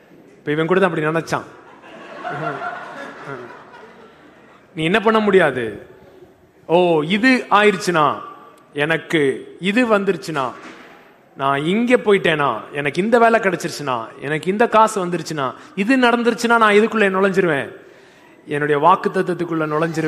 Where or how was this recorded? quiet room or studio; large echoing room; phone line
large echoing room